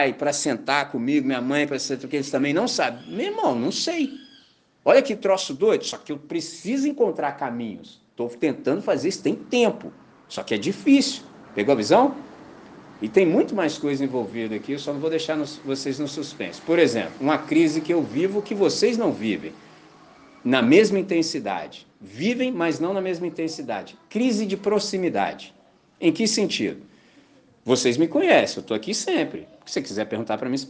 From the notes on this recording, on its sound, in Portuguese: Gravado na manhã de Domingo, 10 de Dezembro com a Missão Batista em Candelaria, Volta Redonda, RJ.